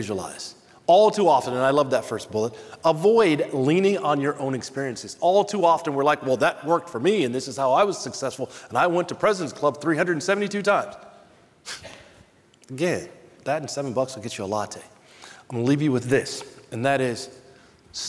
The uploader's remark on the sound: In the keynote session at the 2023 B2B Sales & Marketing Exchange this past August